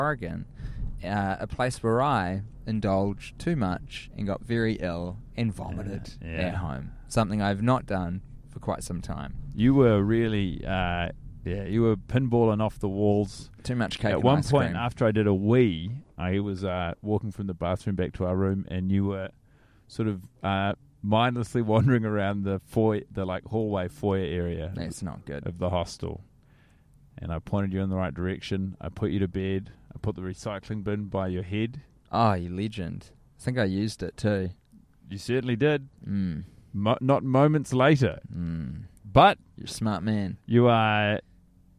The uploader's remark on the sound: Recording in a car on their way to LAX at the end of their USA tour.